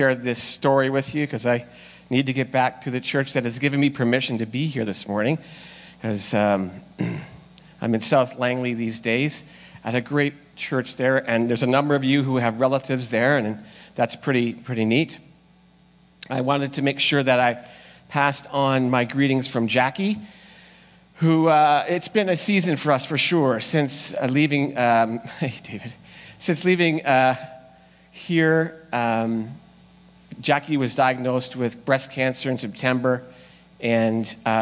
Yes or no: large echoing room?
yes